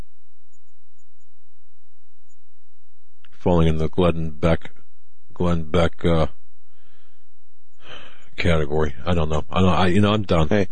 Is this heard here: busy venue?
no